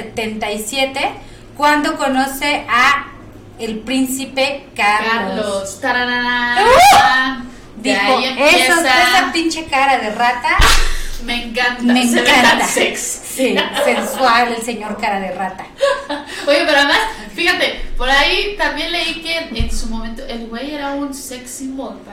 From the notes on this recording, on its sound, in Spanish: Lo único que voy a decir es que, me sigue emperrando el audio.